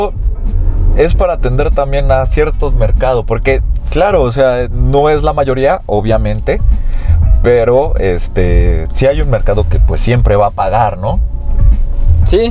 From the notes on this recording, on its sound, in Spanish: Este es el capítulo piloto de una serie de podcasts grabados en un auto en medio del tráfico de la CDMX.